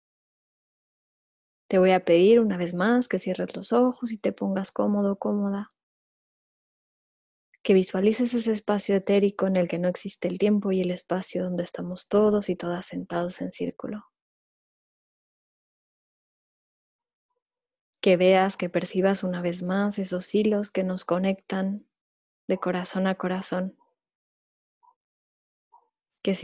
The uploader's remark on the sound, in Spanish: Audio del Evento Online que organizamos el 30 abril 2020